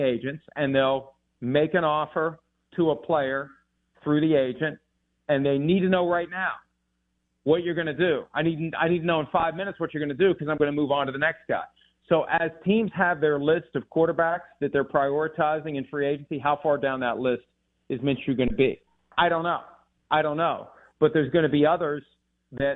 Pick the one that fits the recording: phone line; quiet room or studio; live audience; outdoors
phone line